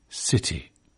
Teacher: It's aspirated, whispered, in British English, city.